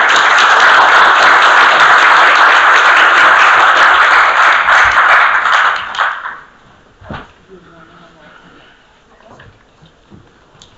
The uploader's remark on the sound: session recorded at Socialism 2022